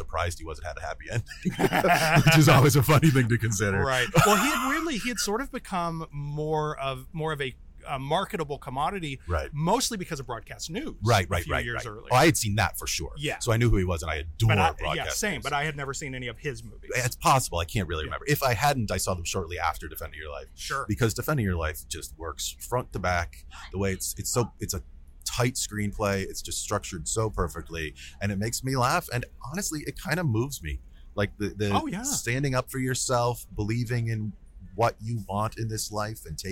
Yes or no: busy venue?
yes